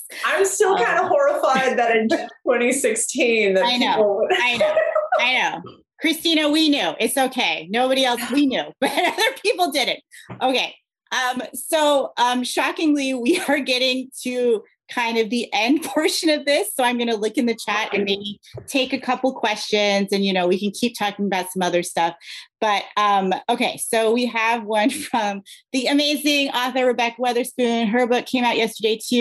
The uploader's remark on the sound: Live from the virtual Ripped Bodice bookstore